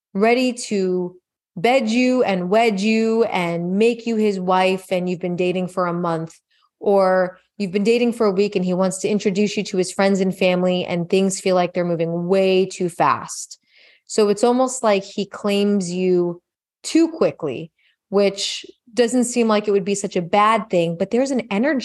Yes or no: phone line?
no